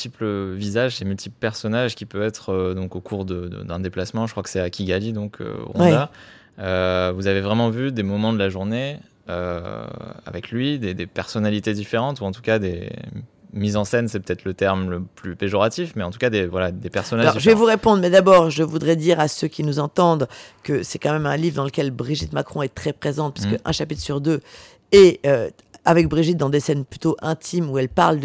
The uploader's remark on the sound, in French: Lors d’un échange enregistré dans le bar de l’Hôtel Beau-Rivage, à Nice.